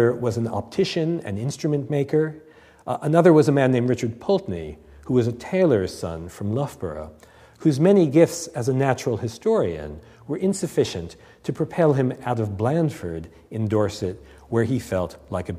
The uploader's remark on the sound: Recorded on 18 October 2006 at the University of Edinburgh's St Cecilia's Hall.